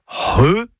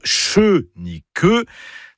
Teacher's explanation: C'est un gros H aspiré. · Shown in: first take